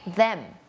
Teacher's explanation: ให้มันมีสั่นกว่าเดิมนิดนึงมันจะเหมือนดอเด็กบวกฟอฟัน